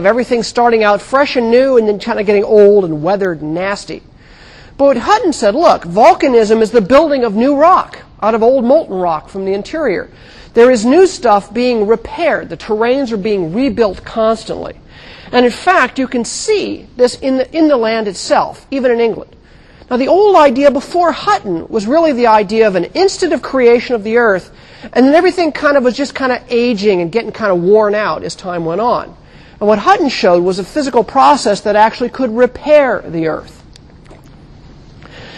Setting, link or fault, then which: setting, large echoing room